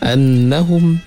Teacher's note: nun itu ada syaddah, kita dengung dengan dua harkat